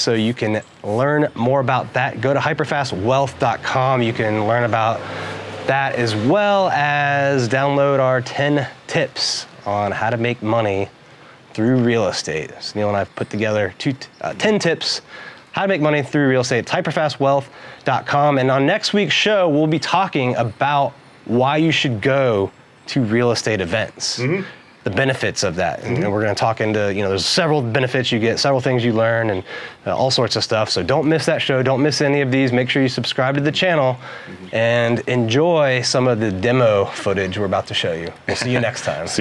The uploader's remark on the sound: Broadcast live from the site of a property that’s about to be demolished. Broadcast live from the site of a property about to be demolished.